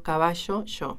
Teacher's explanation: ese ruido un poquito sonoro, o sea, que no deja pasar el aire del todo, es lo que se llama rehilamiento. Entonces, fónicamente, un rasgo muy característico de los rioplatenses y de los uruguayos es ser yeístas rehilados.